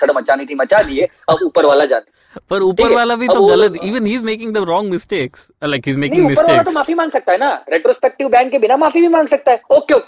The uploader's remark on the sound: on the phone